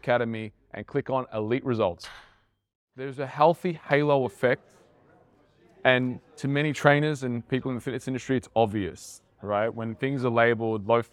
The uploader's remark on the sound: This episode was filmed and recorded at a recent Internship I ran for trainers